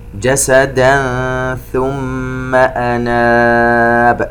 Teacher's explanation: التنوين بعده حرف الثاء إخفاء، نغن الميم المشددة في كلمة ثم.